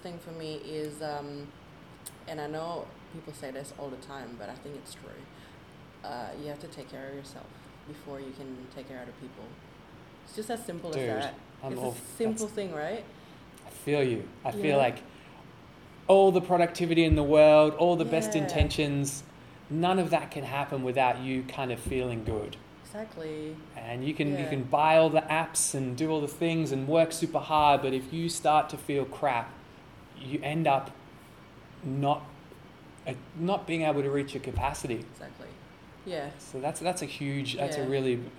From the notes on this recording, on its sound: This very episode was recorded, edited and produced on location but, full disclosure, not in the spiffy dedicated podcasting facility, hence the low-level bg noise.